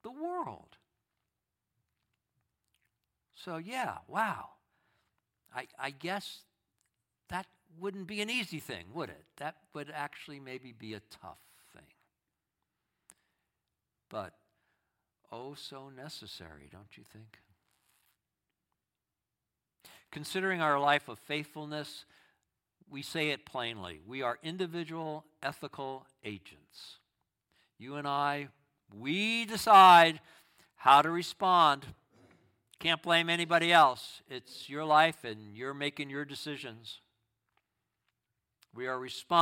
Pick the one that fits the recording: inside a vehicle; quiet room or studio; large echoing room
large echoing room